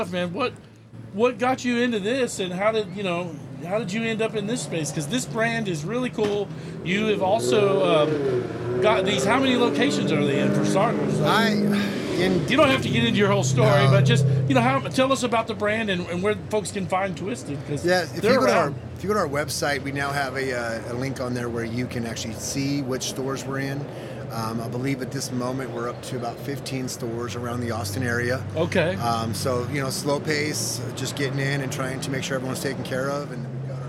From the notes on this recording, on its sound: Live from Headshop on Wheels. Live Remote Broadcast from Headshop on Wheels Cafe at FM 620 & FM 2222 in "four-points" area in west Austin. With the Car and the Tent this week our on location show recorded Saturday with lots of friends and fun .